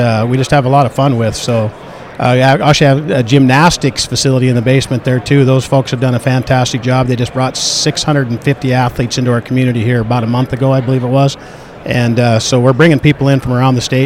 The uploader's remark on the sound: at the Williston Basin Petroleum Conference